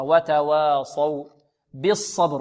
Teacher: الواو مرقة والصاد ماذا؟ مفخمة